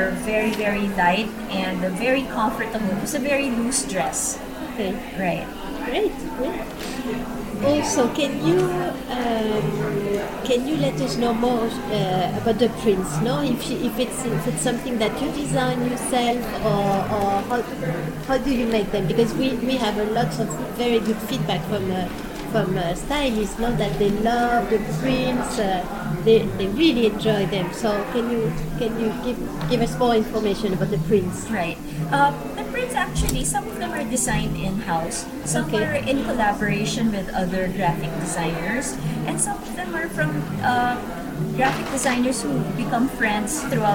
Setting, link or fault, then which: fault, background noise